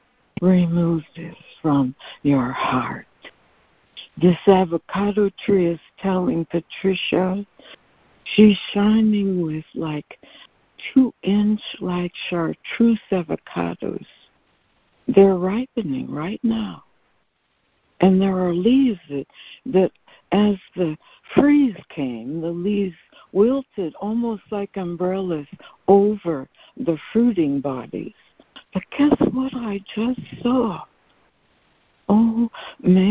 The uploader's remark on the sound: ACIM Daily Conference Call.